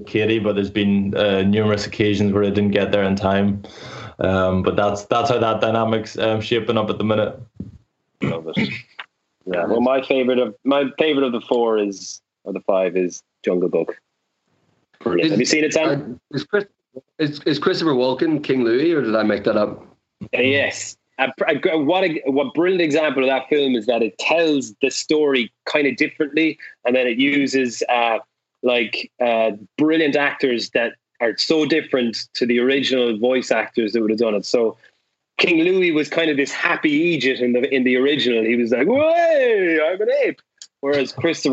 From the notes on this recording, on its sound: The House of Rugby gang are back together, on Skype anyway. Dials in from Limerick. Over in New York.